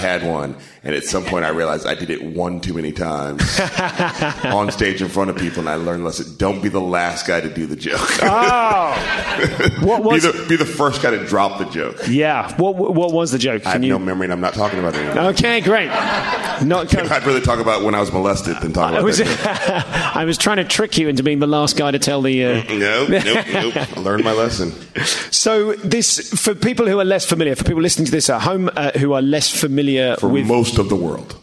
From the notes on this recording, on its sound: Live at Just For Laughs Montreal.